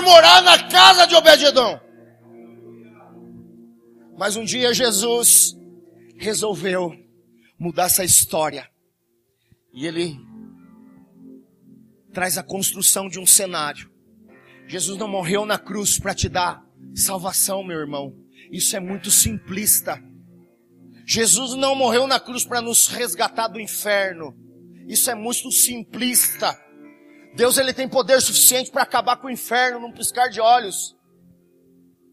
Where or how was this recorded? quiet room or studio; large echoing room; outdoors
large echoing room